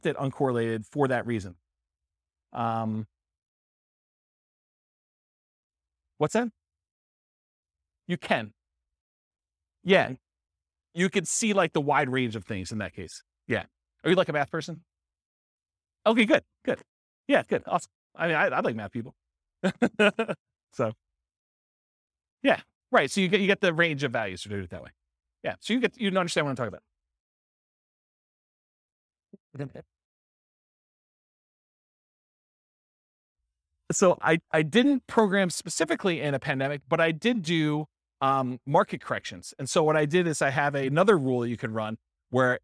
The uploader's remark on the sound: This was a live class recorded